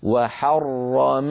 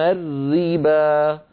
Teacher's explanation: راء مشددة مفتوحة، الري راء مشددة مكسورة، الأولى بحاجة إلى تفخيم والثانية بحاجة إلى ترقيق